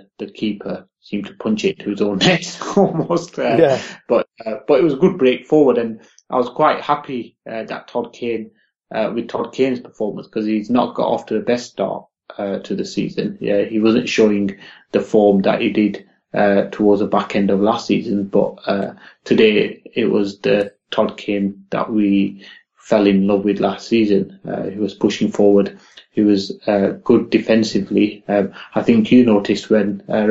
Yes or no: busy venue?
no